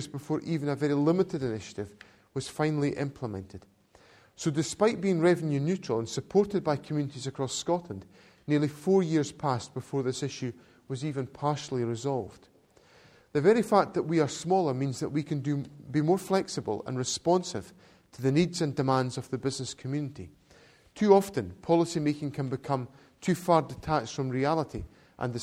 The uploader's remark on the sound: to an audience of academics and business experts at the Glasgow School for Business and Society